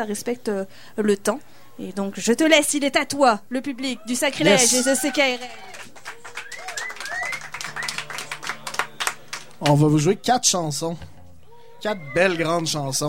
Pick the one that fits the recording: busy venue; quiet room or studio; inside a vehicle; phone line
busy venue